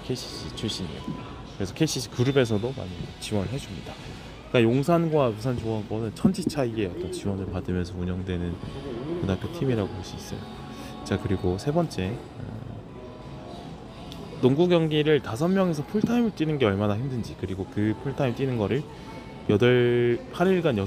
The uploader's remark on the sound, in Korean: 콧물 소리 죄송